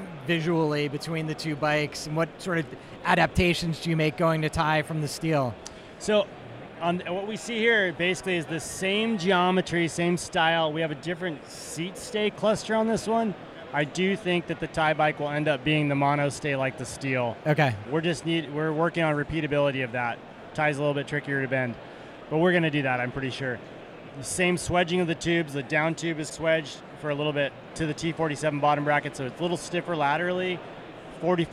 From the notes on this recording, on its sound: Made Handmade Bike Show. Here at the Maid show.